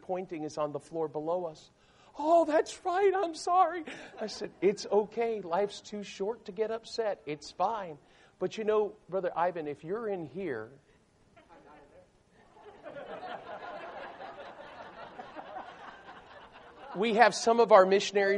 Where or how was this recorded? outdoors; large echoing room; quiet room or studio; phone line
large echoing room